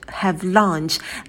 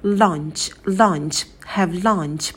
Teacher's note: На звуке «л» язык на альвеолы, и мы сидим на нем подольше. А краткий «о» произносим побыстрее.